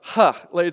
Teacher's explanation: Okay, it's kind of a breathy kind of a huh. · Term: Hebrew H